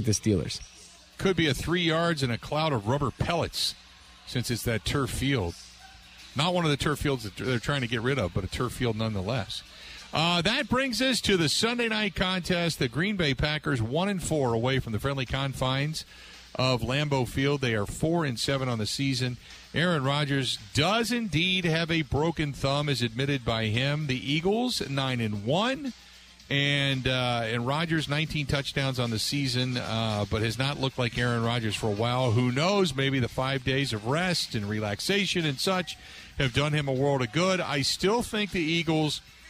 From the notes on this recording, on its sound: live from The Mecca in the Deer District